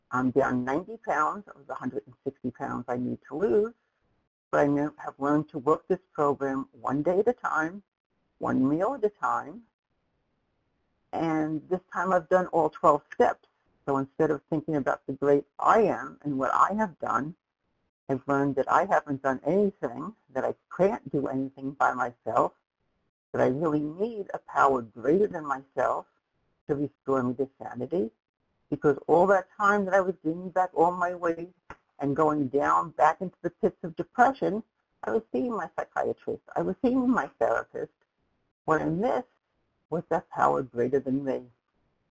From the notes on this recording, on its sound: From the 100 Pounders Phone Meeting, date unknown.